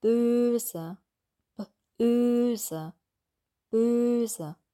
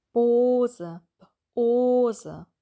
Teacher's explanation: Das lange Ö wird manchmal mit dem langen O verwechselt. Der Unterschied zwischen O und Ö ist, bei Ö geht die Zunge, der Zungenmittelteil nach vorne, bei O ist der Zungenrücken hinten. · Term: langen Ö